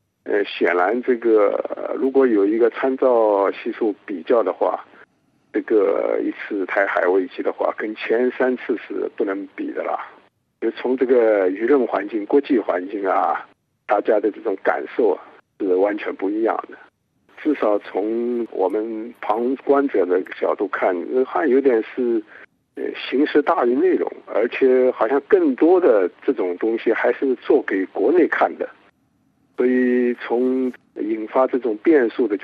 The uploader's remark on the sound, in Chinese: 本台连线采访了旅居美国的华裔学者